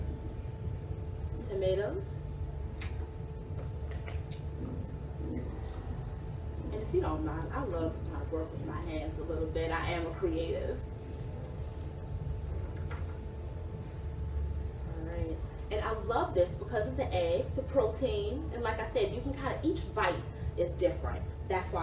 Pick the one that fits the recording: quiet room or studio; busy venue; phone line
busy venue